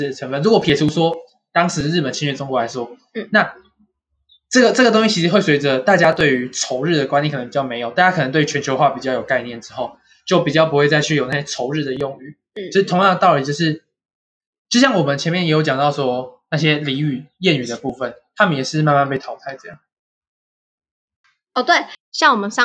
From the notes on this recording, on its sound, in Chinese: 下期品質會提升的(收音品質也會的